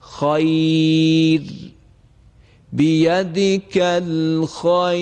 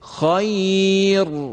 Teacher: مطابق قاعده کلی را باید تفخیم بشه، ولی چون قبل از را ساکن حرف ساکن قبل از را یا هستش، این باعث میشه که استثناءن را رو اینجا ترقیق کنیم · Shown in: first take · زیرا اگر ترقیق نکنیم باز صدایی که از را شنیده میشه صدای نامعنوسی خواهد بود.